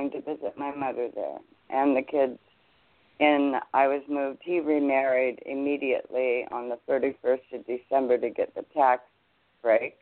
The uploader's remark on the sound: THIS IS BOTH AN INTERVIEW AND A CALL IN SHOW